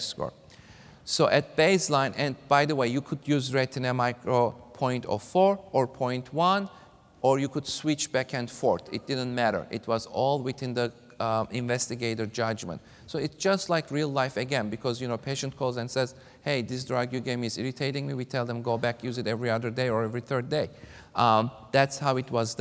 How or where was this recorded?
live audience